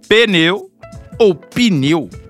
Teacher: Há sempre uma vogal depois, dividindo a sílaba única em duas. Ou seja, o pneu vira pneu ou pneu, conforme a variante linguística de quem está empregando o português brasileiro.